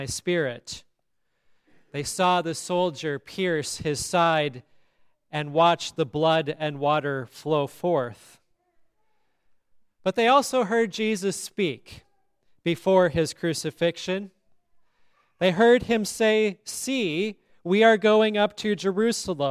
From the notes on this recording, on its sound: the Easter Service at Grace Lutheran Church, Lexington, MO.